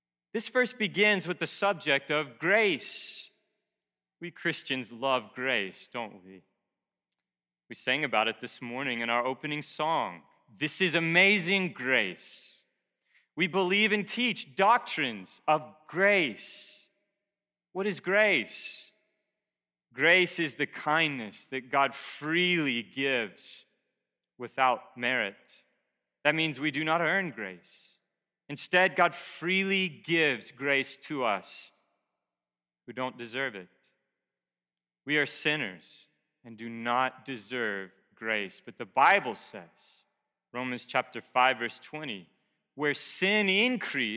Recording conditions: large echoing room